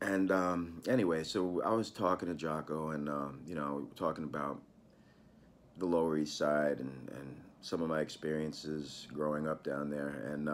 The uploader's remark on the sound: Was filmed entirely on an iPhoneX, and produced on a MacBookAir.